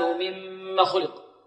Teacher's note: مما خلق عندنا هنا ميم مشددة. غنة أكمل